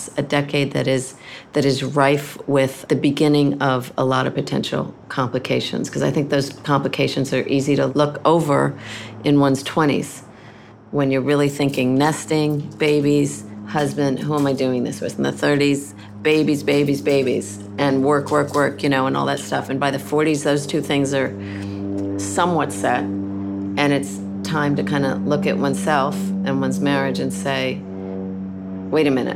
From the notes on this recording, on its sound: Live at the Children's Museum of the East End ("CMEE").